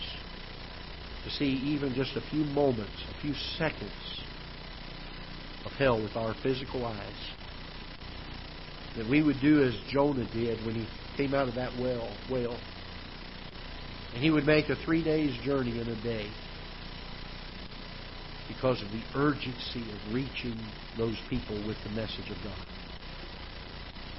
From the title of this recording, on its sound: Ketha Heights Baptist Church ~ Live Broadcast